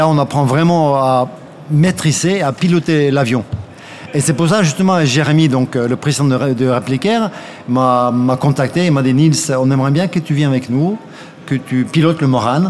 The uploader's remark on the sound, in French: Bienvenue sur cette série d'épisodes enregistrés en live au musée Aeroscopia à Toulouse. En scène ouverte devant le public.